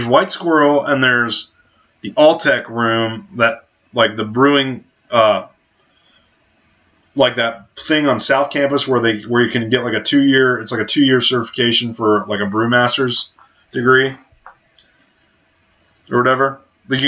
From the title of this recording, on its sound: The One With the Terrible Audio